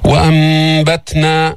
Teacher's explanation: التاء حرف شديد بس فيه همس